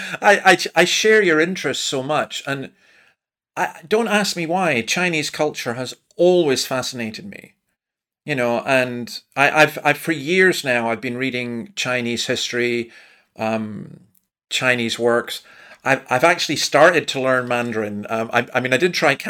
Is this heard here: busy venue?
no